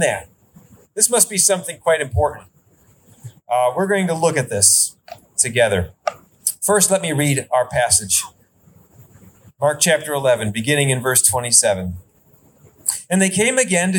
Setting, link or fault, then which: setting, outdoors